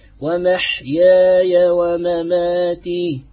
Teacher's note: قل إن صلاتي ونسكي ومحياي ومماتي، والوجه الثاني هو فتحها، فإن فتحت كان الألف هنا ذهب سبب المد فالألف يمد حركتين من جنس الطبيعي